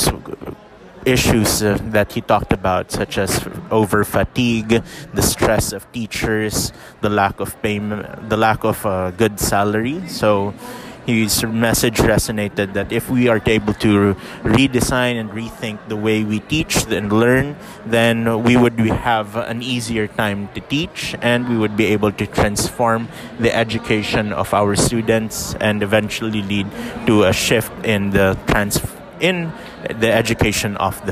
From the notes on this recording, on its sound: EduTech Philippines 2019. Some live recordings during the actual conference.